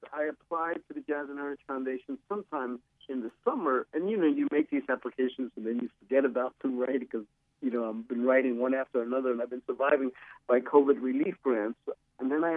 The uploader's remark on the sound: he joins us by phone